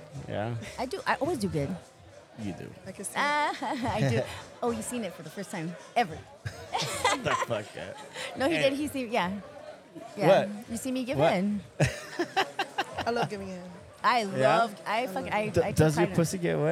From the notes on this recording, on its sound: This Episode was recorded live at event, Pajama Jam.